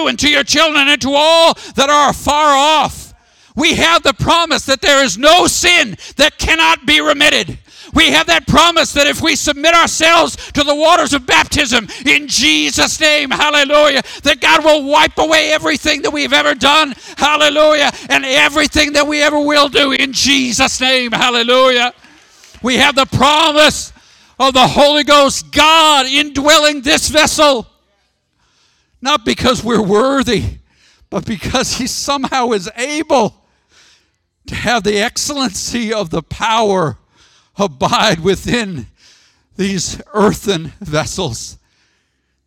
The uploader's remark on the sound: Sermon audio from the June 23rd, 2019 worship service.